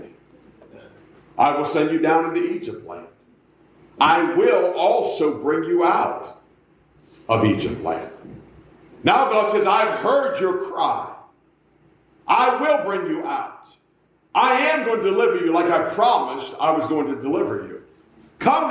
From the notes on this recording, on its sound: A message preached at the Black Creek Baptist Church in Black Creek, NY.